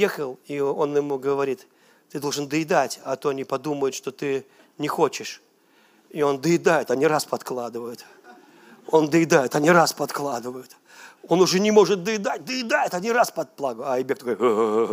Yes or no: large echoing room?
yes